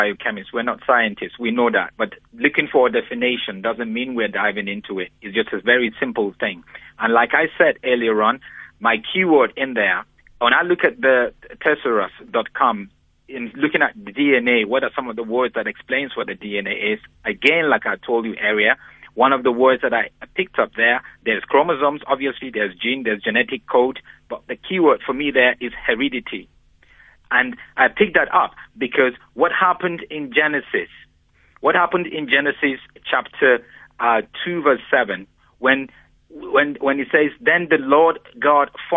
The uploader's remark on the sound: Guest on the phone